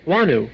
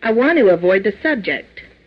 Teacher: when followed by a vowel, wanna is commonly heard as wanu